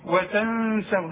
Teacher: بالبر وتنسون، النون ساكنه وبعدها السين، وانت خدتها دلوقتي، خدنا النون الساكنه اللي بعدها السين اخفاء، السين من حروف الاخفاء، وحنغن، وقلنا ما نقولش وتنسون، لا نقفي ونغن وتنسون، اوعى تنسى الغنه، والغنه بمقدار حركتين